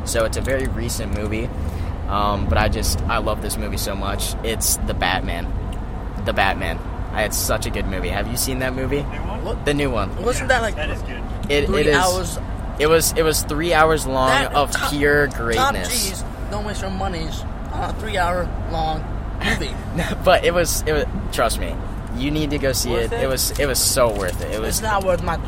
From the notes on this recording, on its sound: This episode was recorded in a van so there will be background noise. There was also some microphone issues that were picked up so just ignore them.